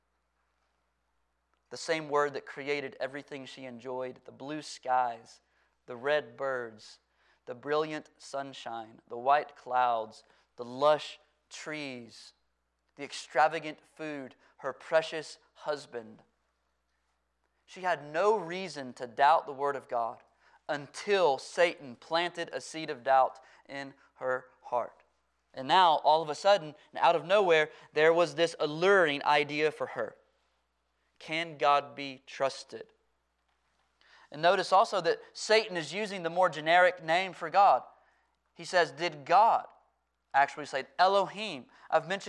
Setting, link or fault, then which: setting, large echoing room